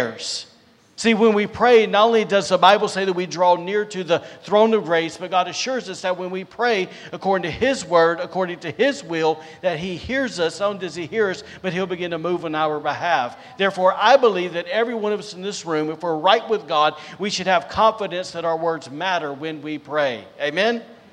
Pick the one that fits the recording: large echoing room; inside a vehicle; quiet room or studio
large echoing room